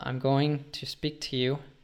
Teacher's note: Americans usually will reduce it to ta or da, and in British English, probably just to ta